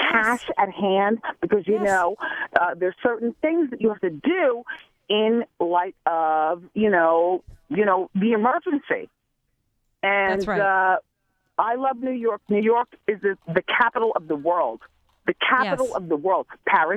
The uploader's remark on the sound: called in to Just …